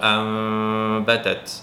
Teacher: এই নুন সা কেনার পরে যদি বা আসে তাহলে নুনটাকে আমরা মিমে কনভার্ট করে নেব, আম কিন্তু আবার মিমের পরে বা আসলে ওটাকে এখফা করবো